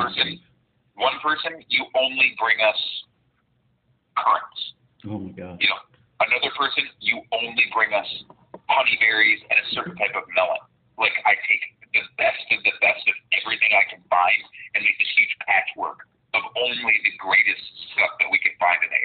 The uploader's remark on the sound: In this episode we have a phone call with forager, chef, and author